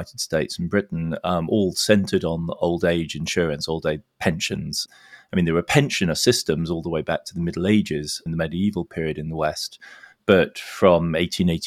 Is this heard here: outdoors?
no